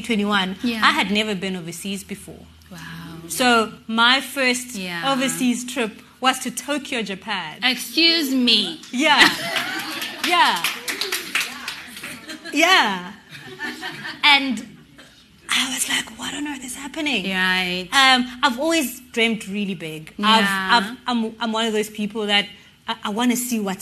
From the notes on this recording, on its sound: Recorded in front of a live audience for our Season Two launch.